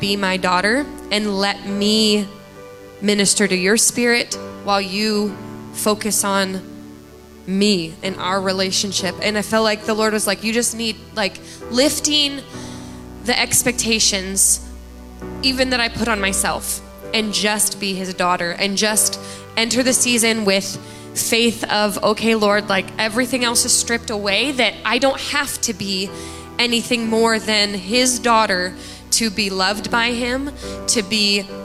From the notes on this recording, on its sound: Live from The Summit Church in Dover, OH